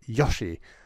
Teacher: it sounds like an H sound is added for effect